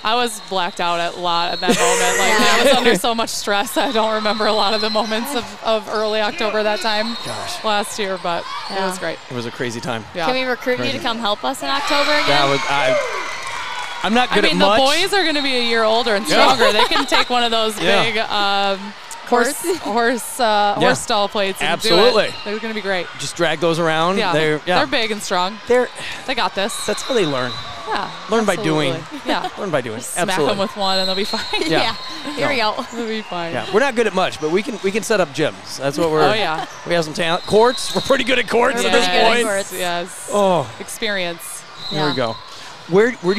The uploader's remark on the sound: at the Madtown Festival